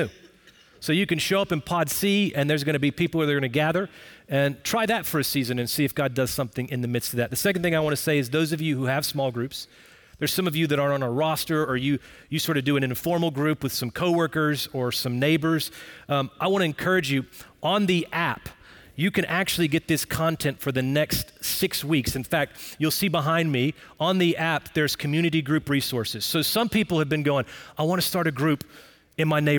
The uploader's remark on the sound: Recorded Live at Brookwood Church.